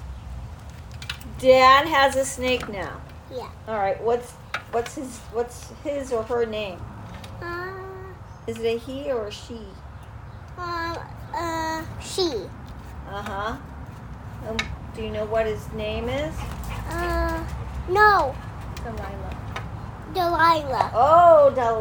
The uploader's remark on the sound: My microphone is still broken so enjoy the background noise